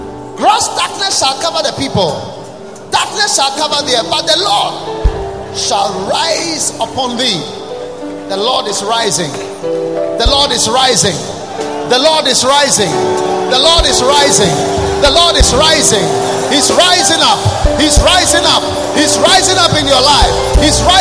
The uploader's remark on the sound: Preached at Wisdom Impartation Service at the Lighthouse Chapel International, Bread of Life Cathedral, Adenta.